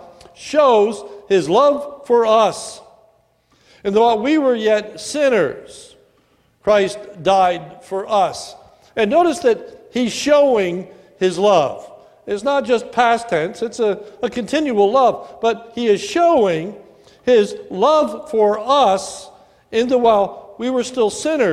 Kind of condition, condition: setting, large echoing room